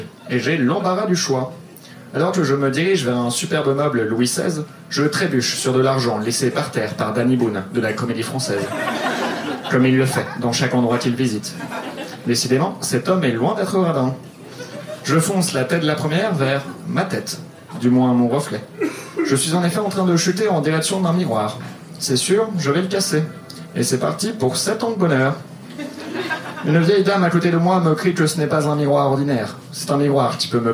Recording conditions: live audience